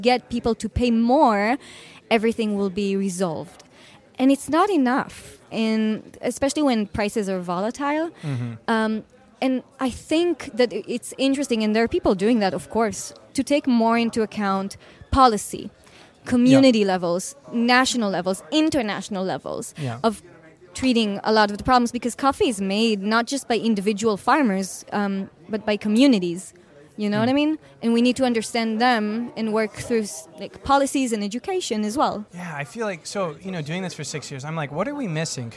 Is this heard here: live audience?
yes